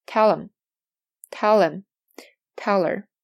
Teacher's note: 就是 them、him、her 这三个词，如果它前面是一个辅音结尾，那么我们就要把这三个词开头的这个辅音去掉 · Term: 连读